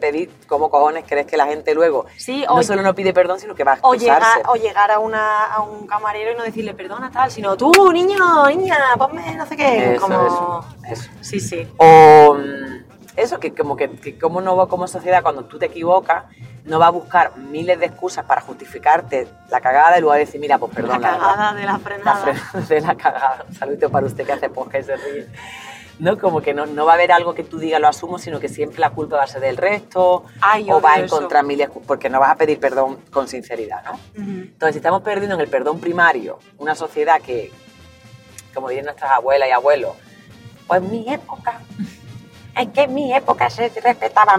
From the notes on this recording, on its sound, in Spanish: episodio grabado un Domingo de resurreción y de camino al Teatro del Barrio (Madrid)